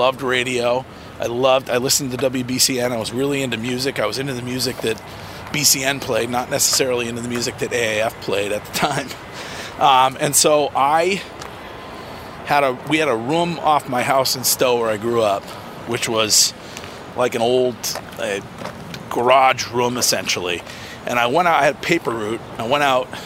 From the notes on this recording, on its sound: take a walk in the Boston Seaport Area